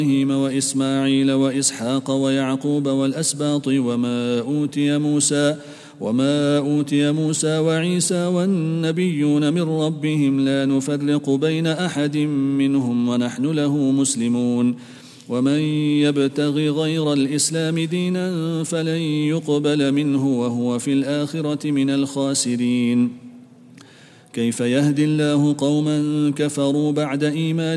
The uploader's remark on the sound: at the Houghton Masjid (West Street)